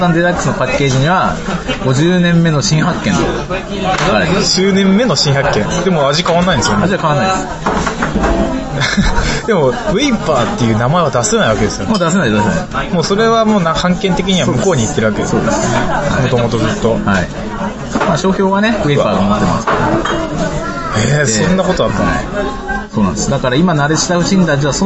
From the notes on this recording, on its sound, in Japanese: 今回は中華料理店で収録したので雑音がすさまじいです。